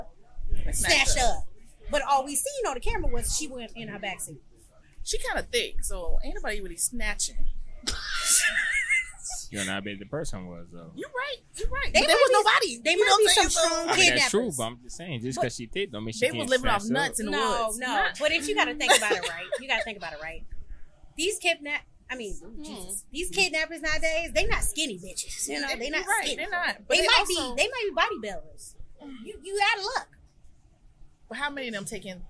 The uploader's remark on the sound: brought to you live from the MPN Podcast Stage